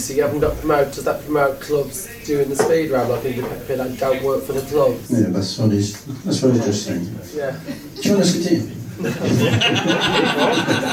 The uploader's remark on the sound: The full audio from the event recorded on 29.09.23 and recorded at The Aston Manor Cricket Club.